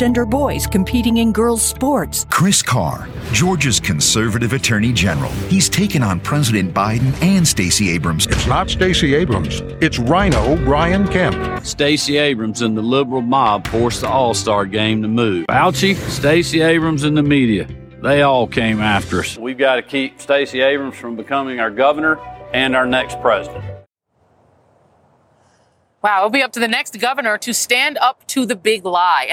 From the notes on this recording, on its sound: Live from Liberty Plaza in Atlanta near the Georgia State Capitol on the eve of Georgia's primary election.